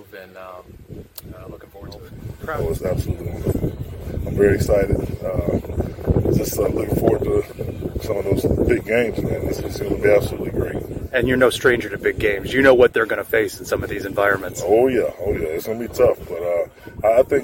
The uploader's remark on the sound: LIVE from the Celeste Hotel on the UCF Campus